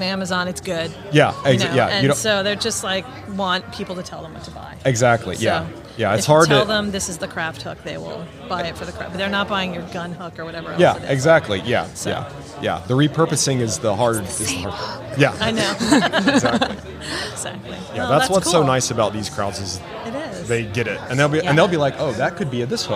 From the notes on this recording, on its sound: TotalBoat was in the Wall Control booth at HAVEN 2022.